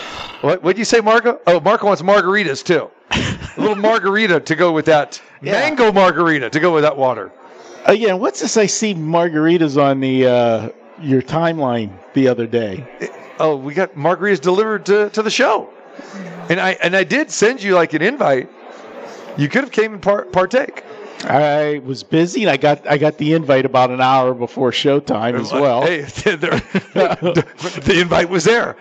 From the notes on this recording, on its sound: Live from the Superbook at Westgate Las Vegas.